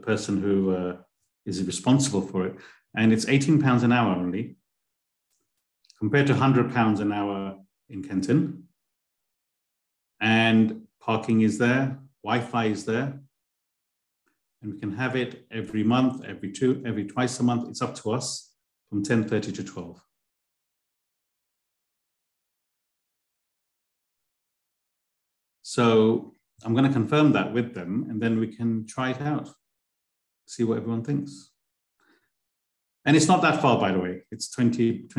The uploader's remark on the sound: A live recording of a Bhagavad Gita class given virtually on the 11th of June 2023.